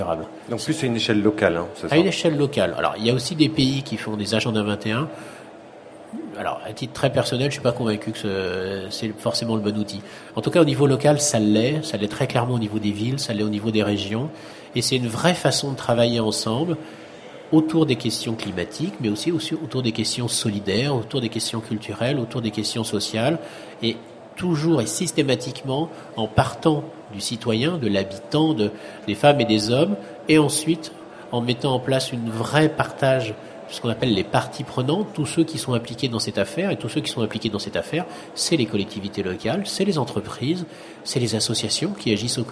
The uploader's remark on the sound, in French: Ont accueilli en direct du salon Planète durable. Entretien enregistré lors du salon planète durable en Avril 2001.